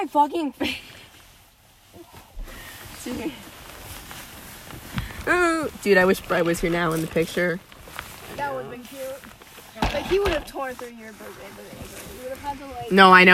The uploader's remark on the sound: Vibe with us in the car. Oh it also rains which is cool.